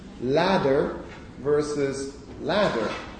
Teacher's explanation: what happens in American English is that a phonemic contrast which exists in British English is neutralized, doesn't exist anymore. · Term: North American tap